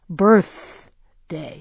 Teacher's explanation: there was a puff of air at the end of the first syllable, enough to have blown out a birthday candle.